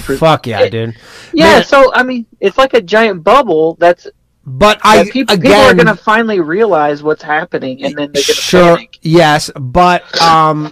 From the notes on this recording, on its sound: call in show